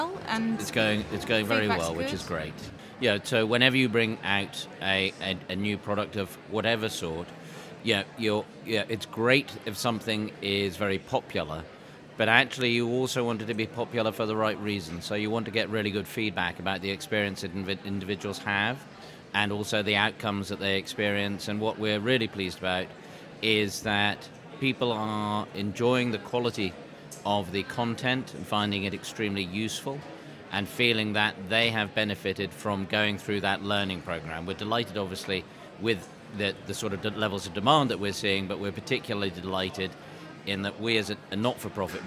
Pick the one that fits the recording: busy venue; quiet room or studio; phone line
busy venue